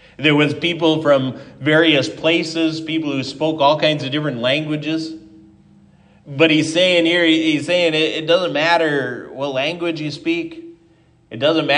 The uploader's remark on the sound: Given at Triumph Lutheran Church, Ferndale, Washington